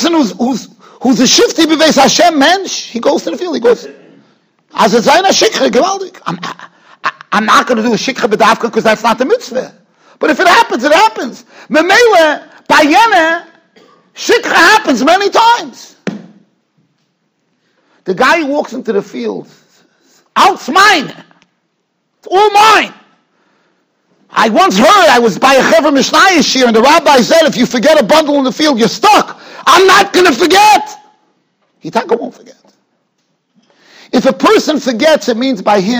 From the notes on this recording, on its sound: Shiur recorded in Yeshivas Ohr Reuven, Monsey, NY.